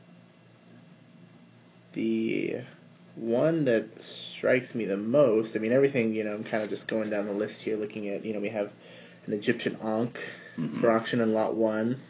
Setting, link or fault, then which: fault, phone or laptop microphone